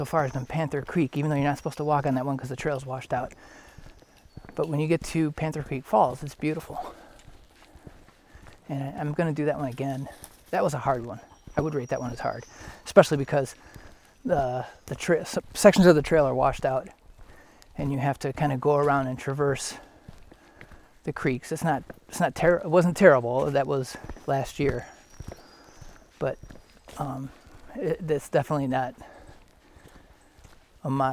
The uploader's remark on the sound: Bull Mountain Loop - Dahlonega Georgia. I hope you enjoy the sounds of the trail.